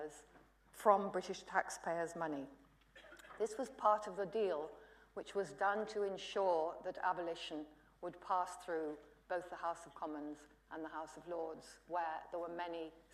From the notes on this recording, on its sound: UCL Lunch Hour Lecture